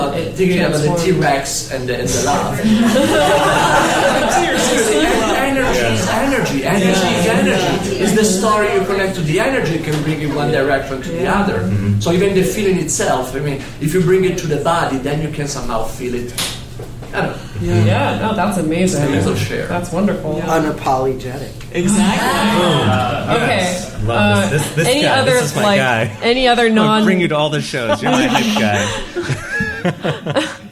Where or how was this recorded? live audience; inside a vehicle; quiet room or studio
live audience